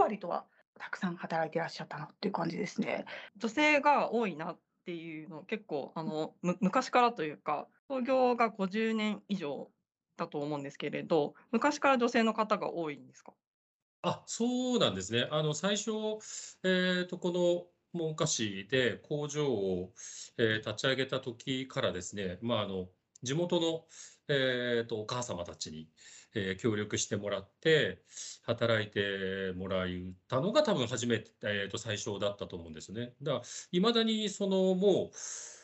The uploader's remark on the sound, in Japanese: teamsを用いてのオンライン収録のため、音声が聞き取りにくい部分がございます。ご了承ください。